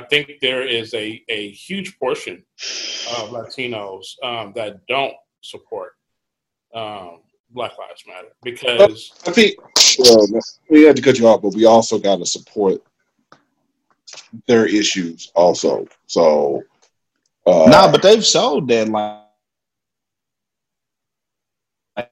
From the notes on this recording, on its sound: Zoomcast!!! Like the rest of you we were stuck in the house and couldn't get together to record so we did a few "Zoomcast"!!!